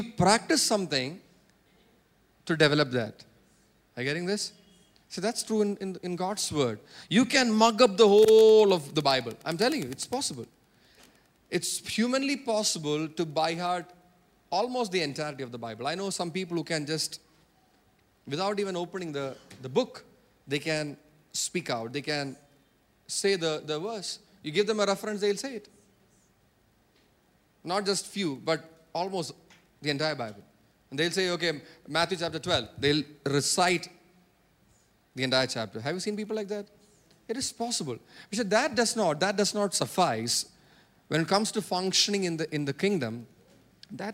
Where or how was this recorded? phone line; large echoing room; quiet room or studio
large echoing room